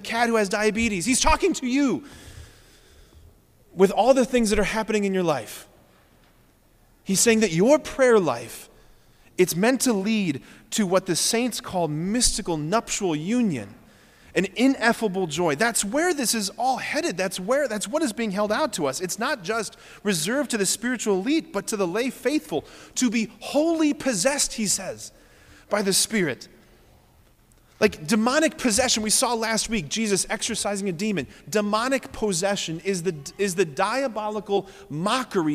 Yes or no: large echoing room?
yes